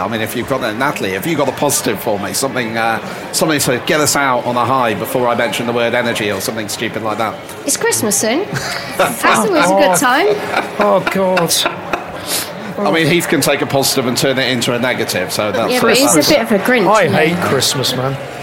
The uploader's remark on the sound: The Lock In team take to the airwaves live at The Restaurant Show